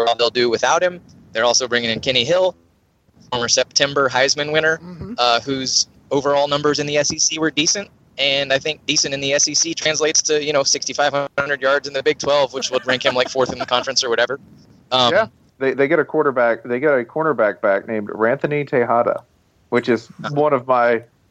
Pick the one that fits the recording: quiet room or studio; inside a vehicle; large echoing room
inside a vehicle